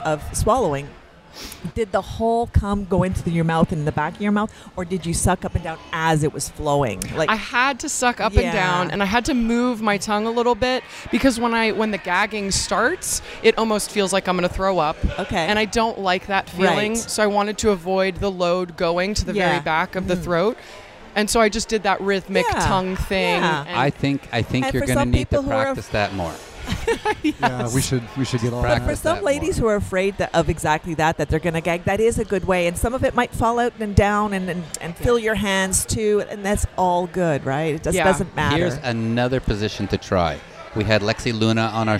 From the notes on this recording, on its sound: on location at Hedonism II Resort in Jamaica